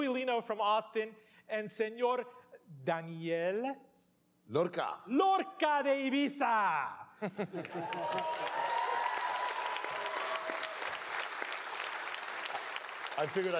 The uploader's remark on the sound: Recorded for a live audience at The National in Richmond.